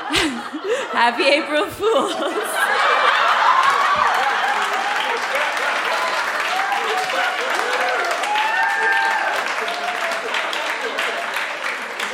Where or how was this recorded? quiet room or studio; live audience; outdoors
live audience